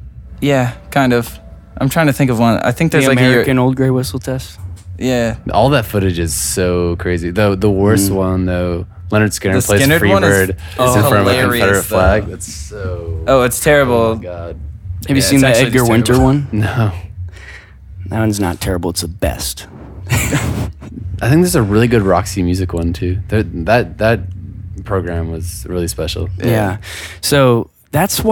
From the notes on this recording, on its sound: backstage at Pitchfork Music Festival